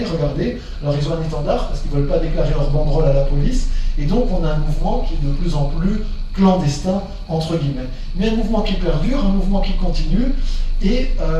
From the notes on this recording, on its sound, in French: Version audio de la conférence. Au Centre de la Vieille Charité, Marseille en octobre 2018.